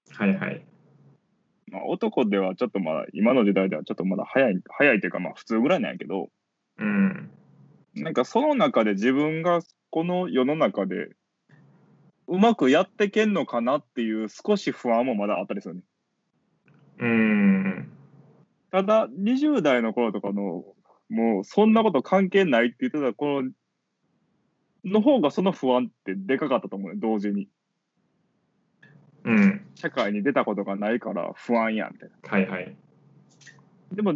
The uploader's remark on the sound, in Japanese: かわいい文鳥の鳴き声がはいっています。Skypeによる収録のため、音声の悪い箇所がありますがご容赦ください。